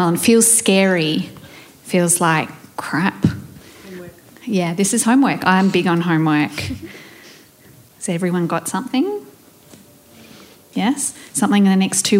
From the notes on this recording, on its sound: Live Panel Discussion for Small Business Festival. This special edition was recorded live at Donkey Wheel House in Melbourne. In front of a live audience of 50 women as part of the women in business week of the Victorian Small Business Festival. This is the full recording of the whole evening.